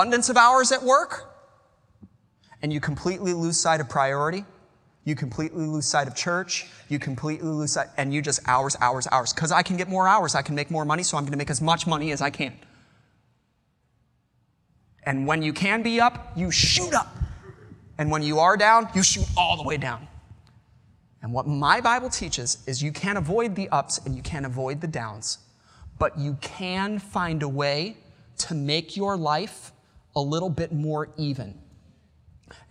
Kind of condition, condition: setting, large echoing room